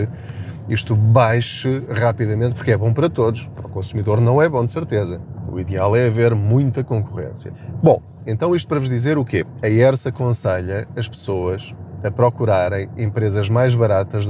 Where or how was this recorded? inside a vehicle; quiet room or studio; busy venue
inside a vehicle